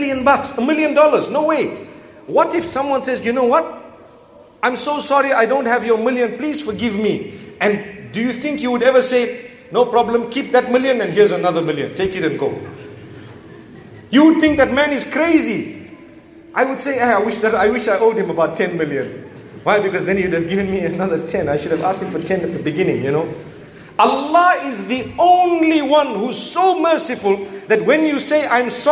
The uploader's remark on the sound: A lecture delivered in Perth Australia at the Masjid within the AIC campus.